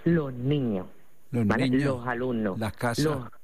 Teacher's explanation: en lugar de pronunciarla con la S, lo que hacemos es aspirarla. · Term: S aspirada